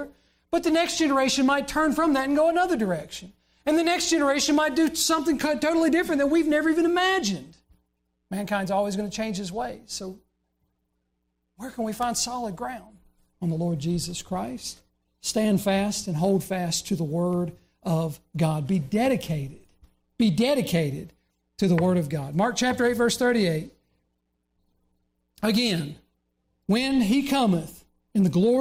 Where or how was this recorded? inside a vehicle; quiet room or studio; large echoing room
large echoing room